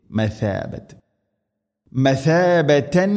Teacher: വഇദ് ജഅൽന ഐൻ തൊണ്ടയുടെ മധ്യഭാഗം, ജഅൽന ജഅൽന ൽബൈത മസാബതൻ, മസാബത്തല്ല സീനല്ല സ ഉച്ചരിക്കുന്ന സമയത്ത് നാവിൻ്റെ അറ്റം മുൻപല്ലുകളുടെ ഇരുനിരകൾക്കിടയിലൂടെ അല്പം പുറത്തോട്ട് നിൽക്കണം നേരിയ തോതിൽ. മസാബത്ത് മസാബതൻ ലിന്നാസ് തൻവീന് ശേഷം ലാം ഇത് ഖംബിലാകുന്ന മണിക്കാതെ കൂട്ടിലയിപ്പിക്കണം.